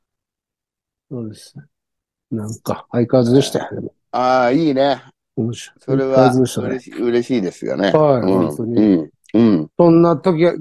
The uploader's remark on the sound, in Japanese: ZOOMで収録